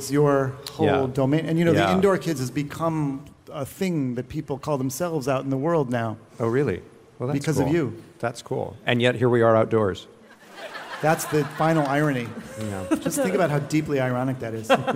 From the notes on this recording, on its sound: Live from Central Park's SummerStage Festival